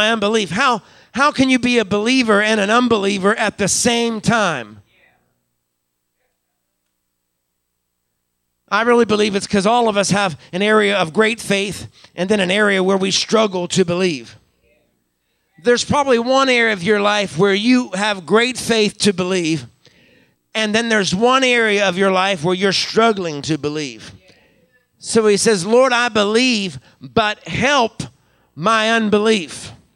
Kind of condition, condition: setting, large echoing room